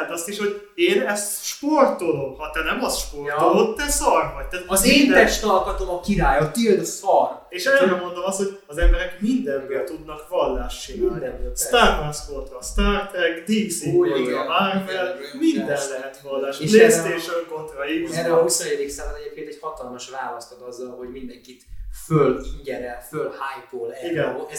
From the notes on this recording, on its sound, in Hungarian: Az Adás sajnos felvételre alkalmatlan körülmények között készült, reméljük elnézitek nekünk.